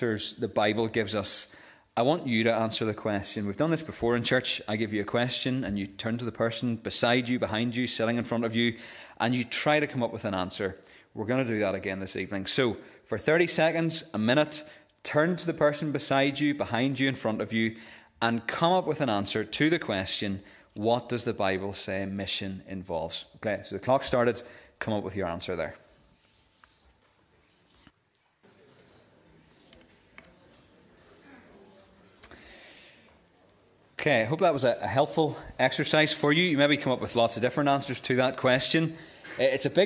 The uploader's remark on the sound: This is the recording of the Bible reading and sermon from our evening service on Sunday 29th October 2023. This service marked the close of our Missionary Weekend.